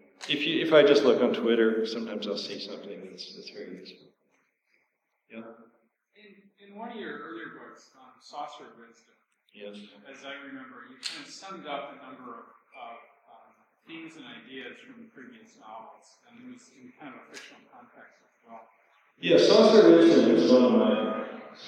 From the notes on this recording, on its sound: A talk at the Transhuman Visions conference at Fort Mason in San Francisco. Some good laughs from the crowd. The sound quality is poor, as there was an echo in the hall.